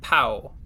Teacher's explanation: So P-A-W sounds like pow. So the W at the end makes an oo sound. So P-A-W is pow.